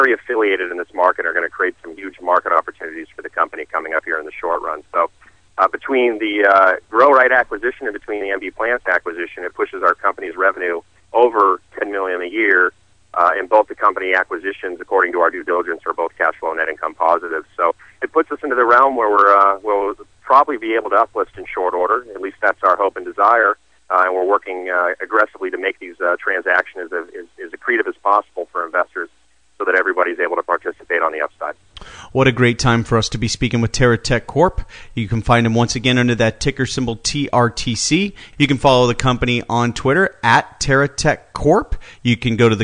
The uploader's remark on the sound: called into SmallCapVoice.